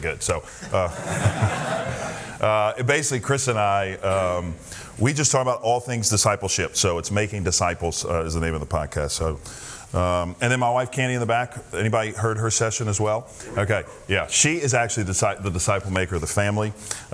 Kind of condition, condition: setting, live audience